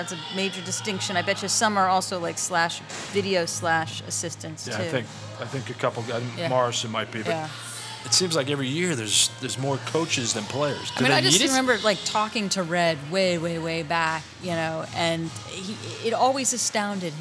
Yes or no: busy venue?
yes